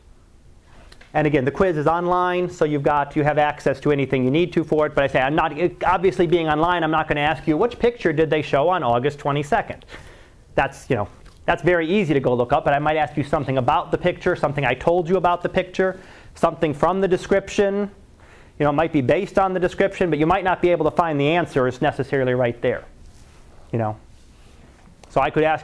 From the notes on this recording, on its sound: Live Class Lecture.